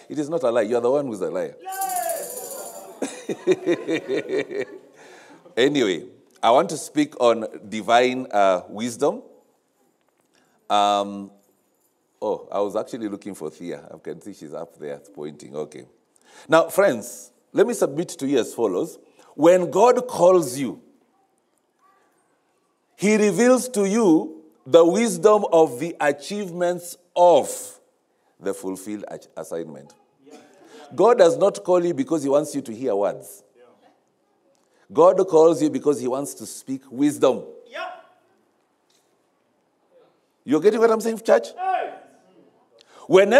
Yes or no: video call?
no